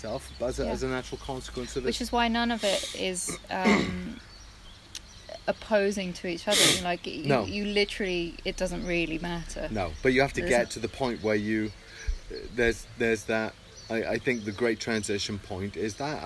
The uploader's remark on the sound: Please excuse the sound quality, we hope to improve but we hope you enjoy the birds!